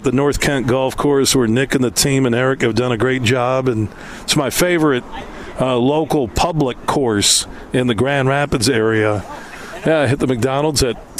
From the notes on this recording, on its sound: Today we're broadcasting live from the McDonald's in Grandville on 44th Street as McDonald's of Michigan is kicking off their "Best Burger" campaign.